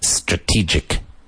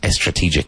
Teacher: S followed by consonant is not preceded with an E sound. · Shown in: first take